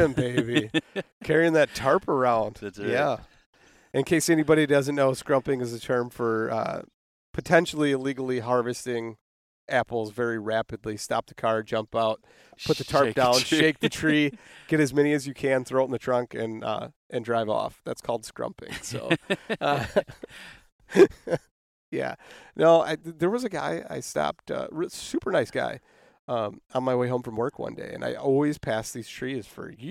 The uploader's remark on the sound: We sat in a park at a picnic table